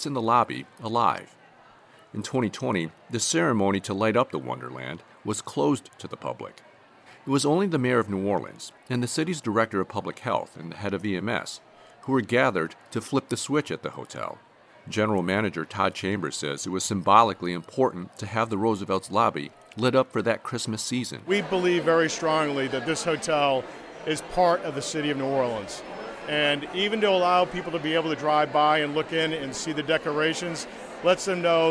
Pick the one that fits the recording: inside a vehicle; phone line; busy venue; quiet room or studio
busy venue